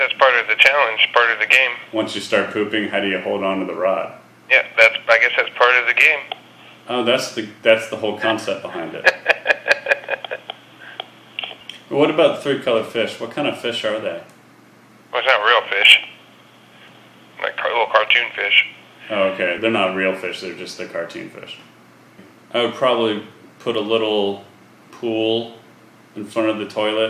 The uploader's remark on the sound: …'s Personal Prank Phone Calls Collection.